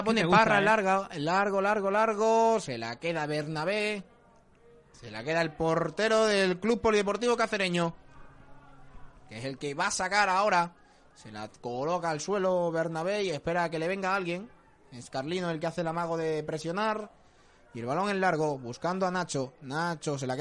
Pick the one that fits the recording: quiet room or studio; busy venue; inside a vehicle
busy venue